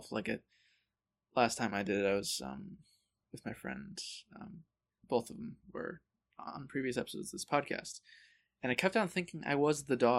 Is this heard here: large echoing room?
no